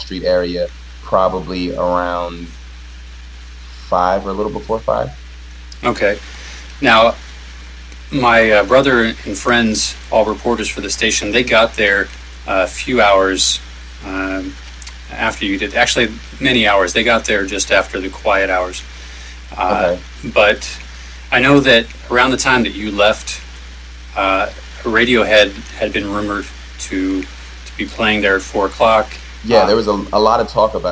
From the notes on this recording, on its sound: Live from Occupy Wall St. Zuccotti Park.